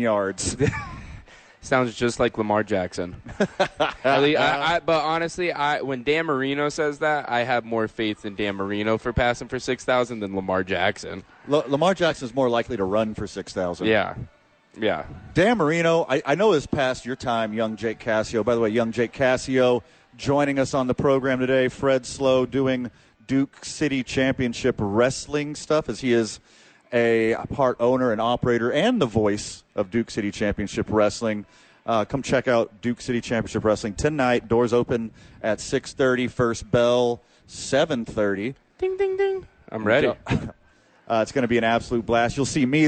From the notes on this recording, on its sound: Live from Red Door Brewing.